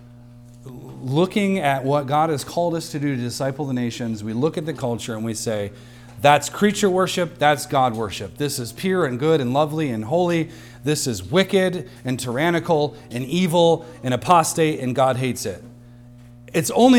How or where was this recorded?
large echoing room